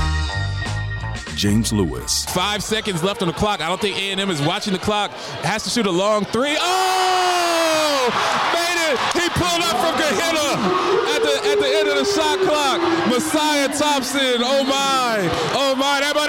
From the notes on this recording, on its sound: LIVE from Fisk University before the Oakwood Ambassadors game.